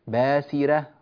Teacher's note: راء مفتوحة وقبلها مكسور، فلذلك ترقق هذه الراءات